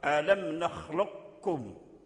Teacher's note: صفة الاستعلاء والقلقلة كلها أدخل في الكاف فأصبحت الكلمة كاف مشدد فقط · Term: إدغام كامل